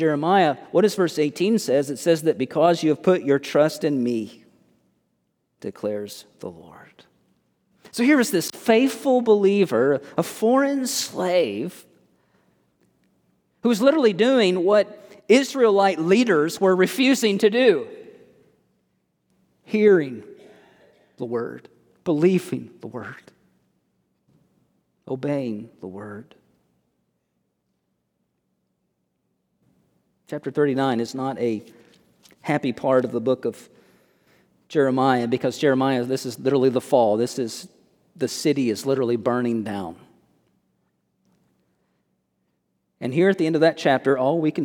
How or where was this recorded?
large echoing room